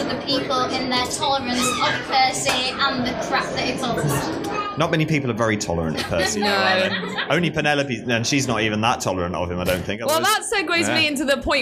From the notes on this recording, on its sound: share one of the live recordings from this weekend at Draigcon